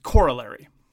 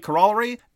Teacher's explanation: And that's the American pronunciation. That's the emphasis on the first syllable as opposed to the emphasis of the second syllable · Shown in: first take · which is the more traditional British pronunciation.